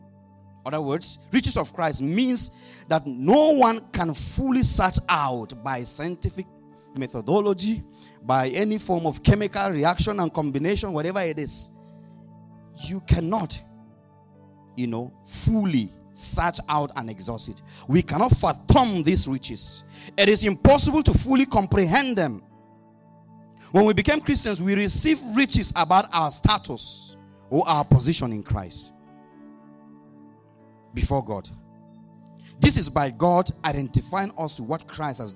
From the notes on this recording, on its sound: Audio recording of the sermon